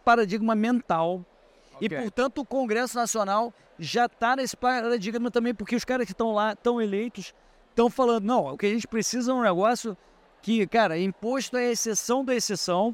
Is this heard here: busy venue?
yes